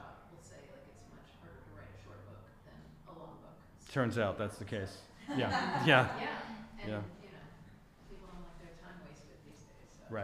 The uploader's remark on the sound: We turn the questions over to the audience around 37:00 minutes in!